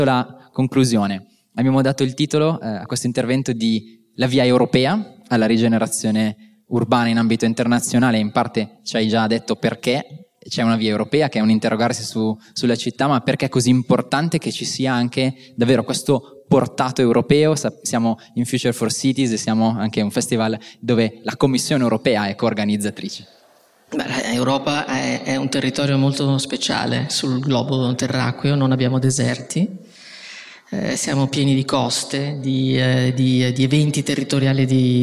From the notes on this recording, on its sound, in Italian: In questa puntata live registrata il 26 ottobre 2023 durante Future4Cities, il festival delle città che cambiano.